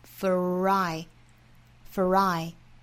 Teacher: f 和 i 之间连读加 r